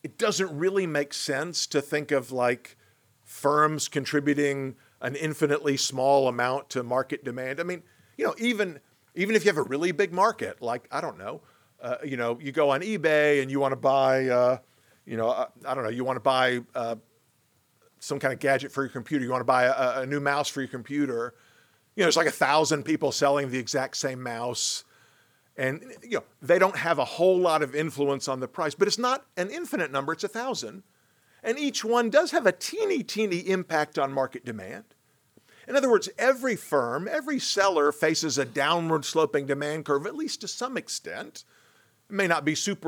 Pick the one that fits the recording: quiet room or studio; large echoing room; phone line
large echoing room